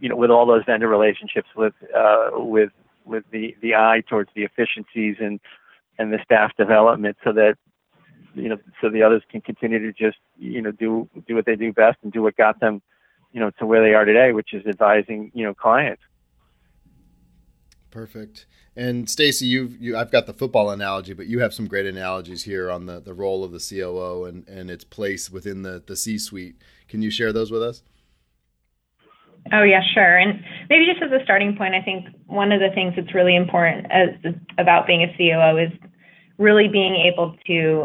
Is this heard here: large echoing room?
no